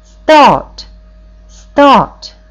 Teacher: the word start is on a slightly lower note, and not only that, it falls as you say it